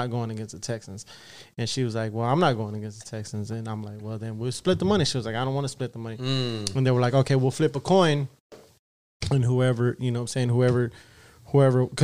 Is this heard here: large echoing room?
no